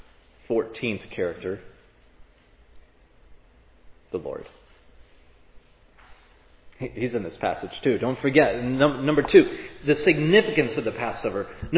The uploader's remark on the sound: This sermon on Matthew 26:17-30 was preached at Providence Church on Sunday, June 19, 2022.